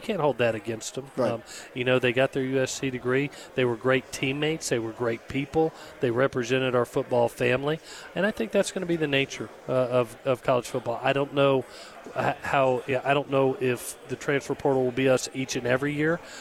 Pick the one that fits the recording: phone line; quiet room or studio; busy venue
busy venue